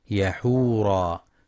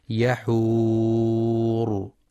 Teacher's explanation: والصواب الوقف عليها بالراء الساكنة المفخمة · Shown in: second take